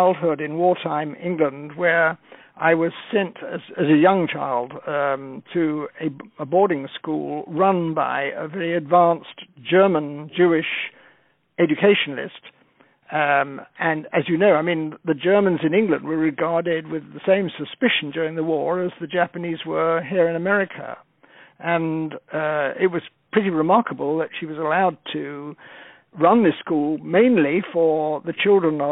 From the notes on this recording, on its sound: On the phone